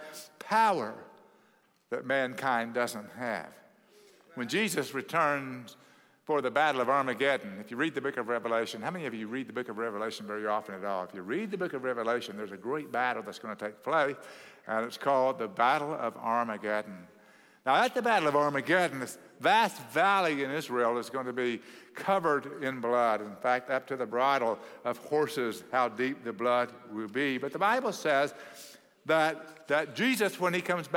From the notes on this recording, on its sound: at Cross City Church in Euless, TX